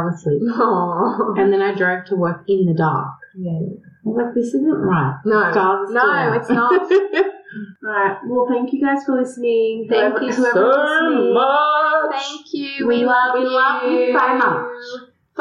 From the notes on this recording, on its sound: We apologise for any poor sound quality in this episode, we tried to clean it up!!